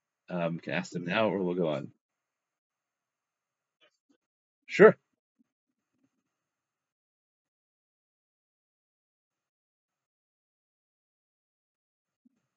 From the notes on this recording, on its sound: In a ZOOM Shiur presented by the Young Israel of Sharon, Massachusetts